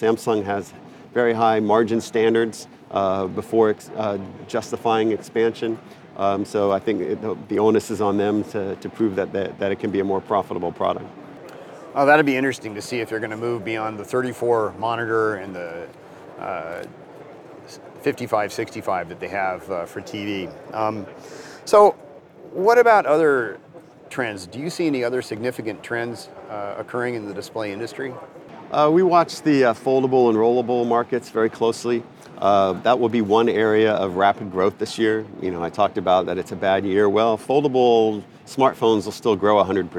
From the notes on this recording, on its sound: The new technologies shown at SID Display Week 2022 right from the show floor.